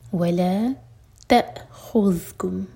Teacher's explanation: तअ हमज़ा पर cut off sound लेकिन झटका ना हो